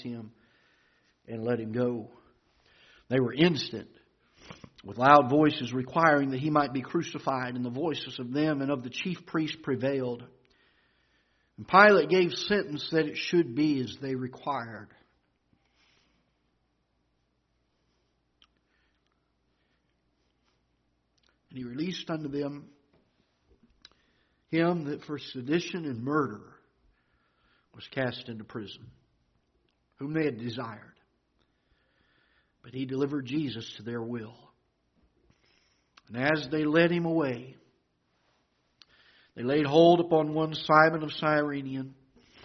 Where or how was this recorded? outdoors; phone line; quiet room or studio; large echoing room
large echoing room